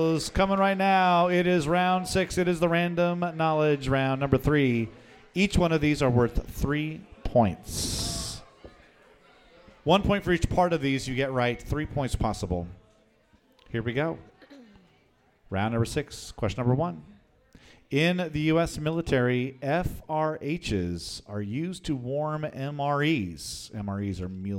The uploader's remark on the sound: Recorded live at The Local 907 in Renton, WA!